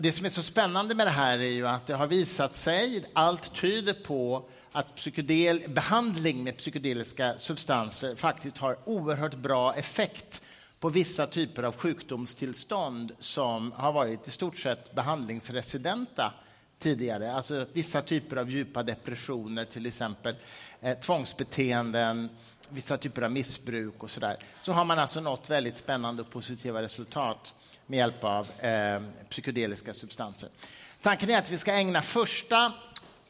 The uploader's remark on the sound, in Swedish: Livepodd från Cirkus 13 april. Idag släpper vi vår live-podd från Cirkus om psykedeliska.